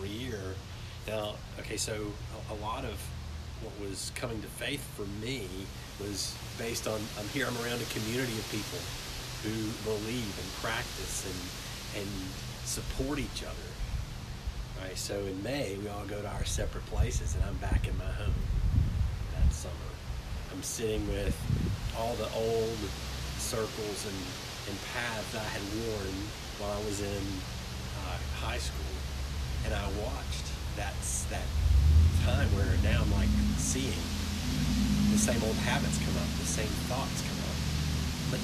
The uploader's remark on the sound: From the front porch, amidst the sounds of the wind, lawnmowers, birds, cats, and cars